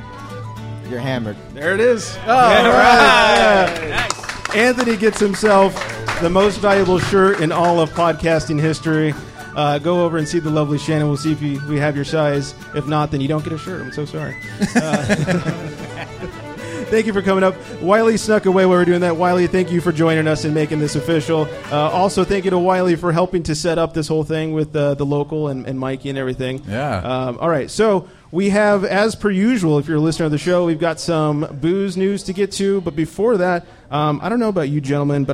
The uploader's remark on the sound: We are LIVE from The Local Beer & Wine Bar in Camarillo, CA. The first ever Booze N' TUG Extravaganza mini podcast festival.